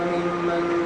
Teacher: هذه الميم المشددة تغنى بمقدار حركتين